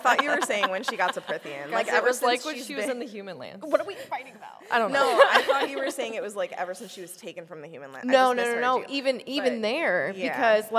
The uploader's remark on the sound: LIVE at LeakyCon Chicago 2023!